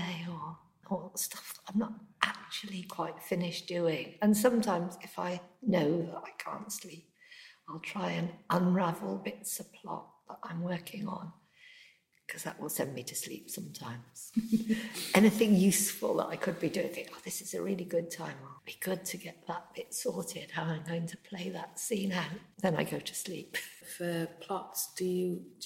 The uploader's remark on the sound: This episode was recorded upstairs at her local book shop The Bound which was quite an echoing room.